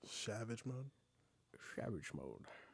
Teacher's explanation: whistles on his s's a little bit. They're not they're not crisp anymore.